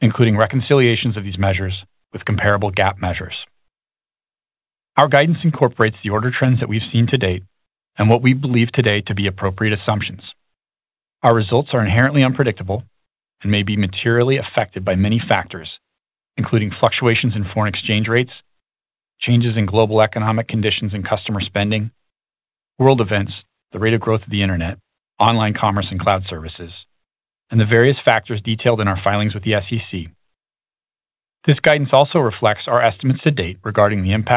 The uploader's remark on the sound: Earnings Conference Call